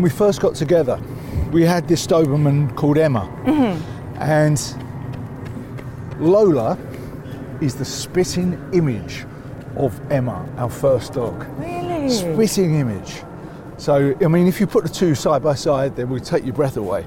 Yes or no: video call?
no